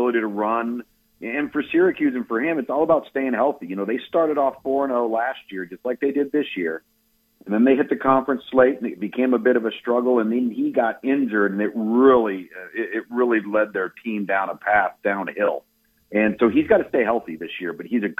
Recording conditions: phone line